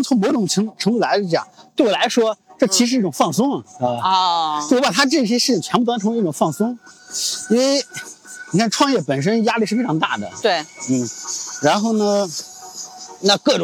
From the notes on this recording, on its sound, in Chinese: 这期的声音是在清晨的北京公园录制的。